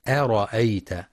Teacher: يخطئ بعض الطلاب فيقرأ أرأيت بتفخيم الهمزة، والصواب ترقيقها